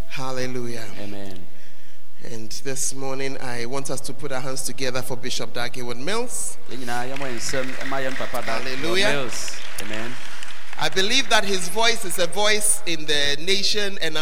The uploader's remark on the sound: on Day 2 Morning at The Art of Evangelism Conference, CPIC-Dormaa Ahenkro